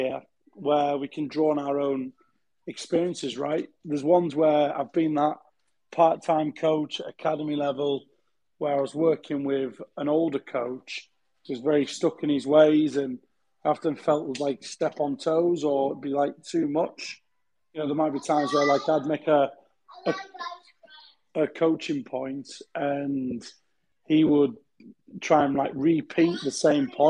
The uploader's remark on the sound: These discussions take place live as part of a Twitter space